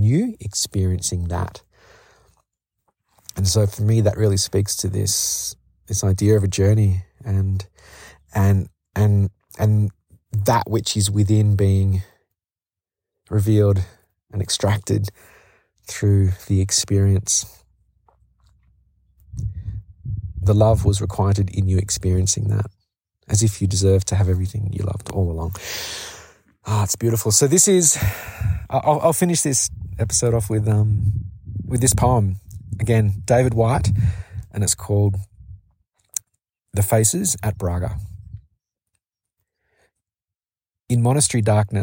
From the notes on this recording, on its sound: A solo episode from The Camino de Santiago. On the other side of this peak I stepped off the trail and sat on some grass to record this episode in the sunshine.